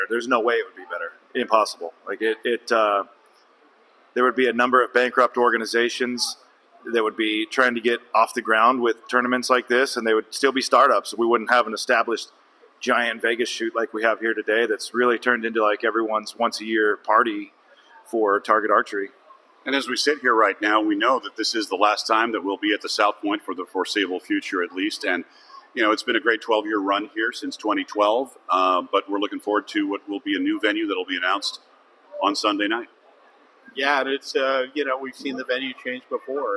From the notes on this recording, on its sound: Live from Vegas! Live at The Vegas Shoot for the usual annual shenanigans.